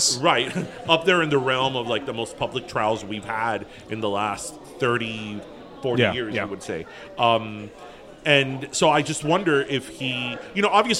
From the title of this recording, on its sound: we’re live from Dos Croquetas!!!